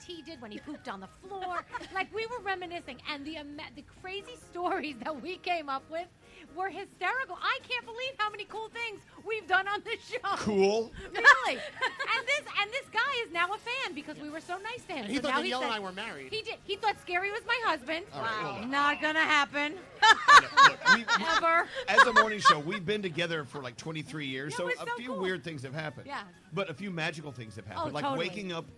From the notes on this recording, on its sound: We are LIVE from the iconic Caribe Hilton in San Juan, Puerto Rico.